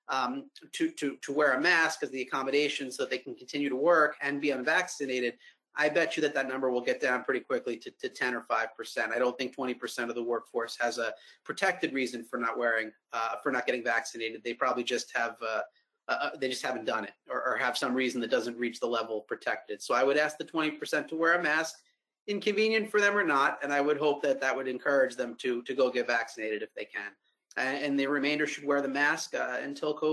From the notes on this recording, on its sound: Answers COVID-19 workplace policy questions in a live webinar hosted by Personnel Concepts.